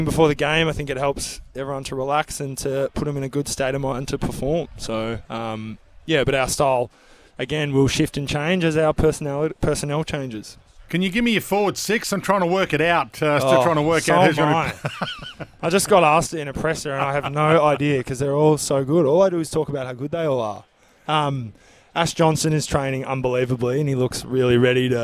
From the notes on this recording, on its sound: live from the AFL Captain's Day